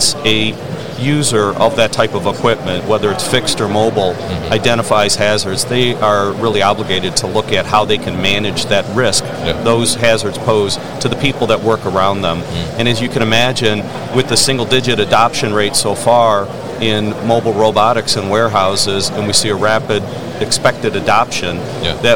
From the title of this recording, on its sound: FORT Robotics at MODEX 2022